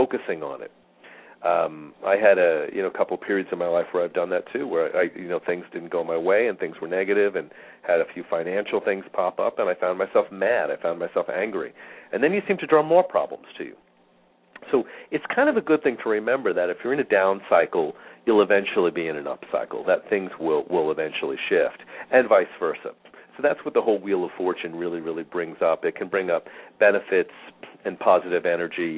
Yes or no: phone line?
yes